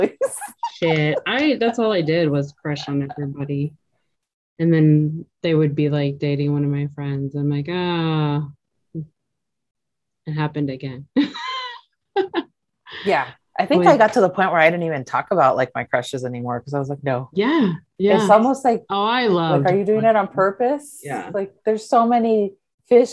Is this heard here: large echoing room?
no